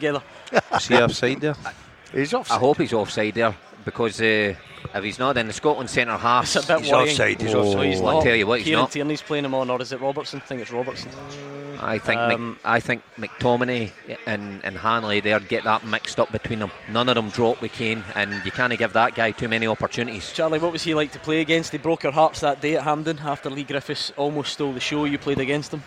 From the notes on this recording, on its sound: live from Scotland HQ at Drygate Brewery